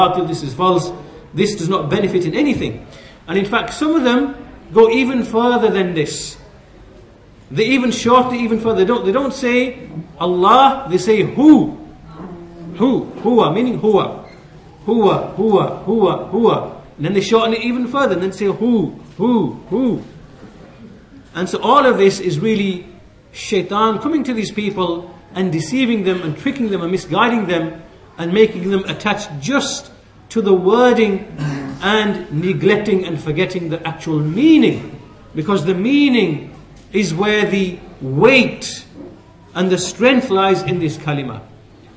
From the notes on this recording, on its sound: at the Leeds, The Correct Path conference